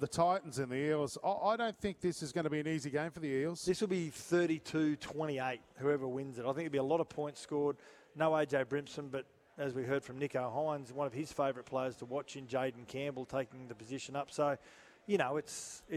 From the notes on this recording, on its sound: Live from Suncorp stadium